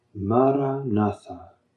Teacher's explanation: Four equally stressed syllables.